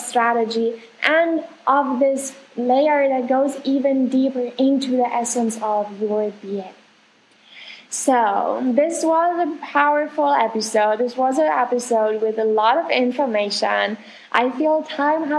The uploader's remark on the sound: I want to excuse myself for the sound quality of this episode